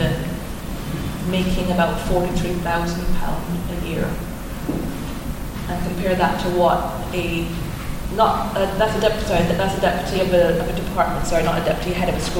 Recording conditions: live audience